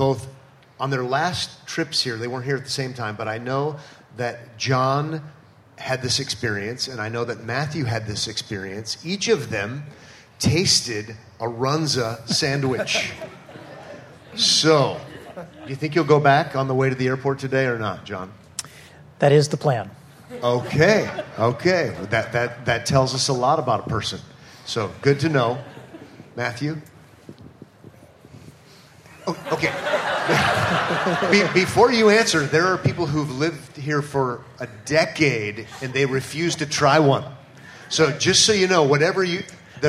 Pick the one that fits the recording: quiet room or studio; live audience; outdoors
live audience